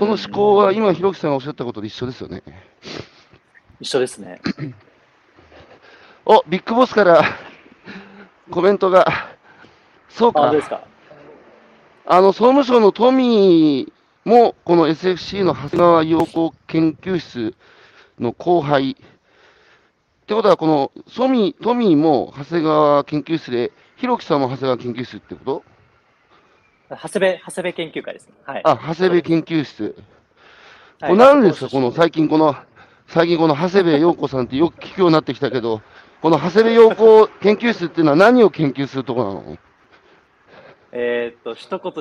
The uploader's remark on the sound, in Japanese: 歩くラジオ。歩きながら1時間、対談する。